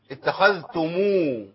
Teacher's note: ميم الجمع على طول تبقى مضمومه عندنا